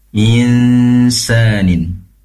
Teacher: Pastikan dungunya di dua tempat. Pertama di hidung, kedua di makhrajnya sin, yaitu ujung lidah.